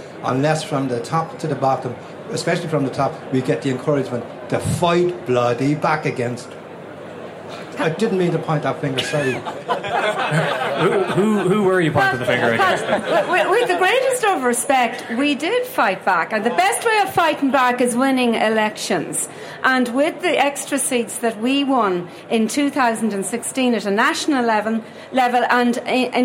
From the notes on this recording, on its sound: Live at the Ard Fheis. Inside Politics has made the short trip from its office to the RDS where a resurgent Fianna Fáil are holding their annual Ard Fheis.